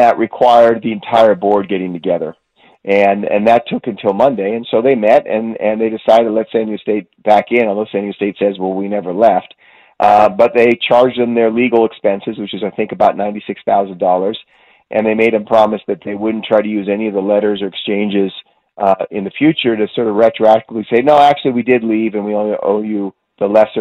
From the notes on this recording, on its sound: takes phone calls